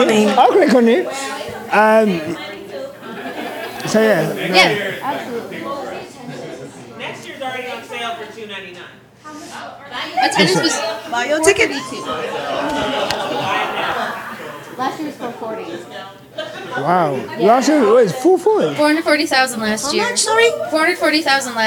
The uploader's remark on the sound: This week we come to you from our SOLD OUT live show in Austin, Texas. In front of an incredible crowd.